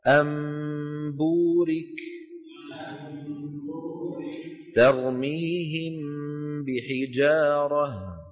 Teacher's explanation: تكون الغنة كاملة في النون والميم المخفاتين